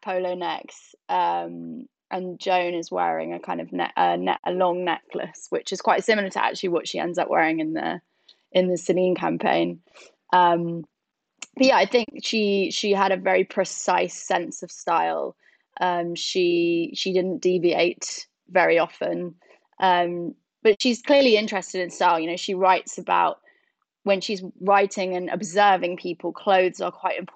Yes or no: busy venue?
no